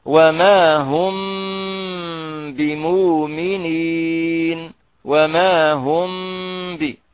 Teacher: إخفاء الميم مع الباء، ويسمى يعني بالإخفاء يعني الشفوي، لا يكون إلا من كلمتين كقوله تعالى وما هم بمؤمنين، وما هم ب، إذن هنا غنى يعني بطبيعة الحال غنى يعني كاملة في يعني إخفاء الميم مع الباء. · Term: الإخفاء الشفوي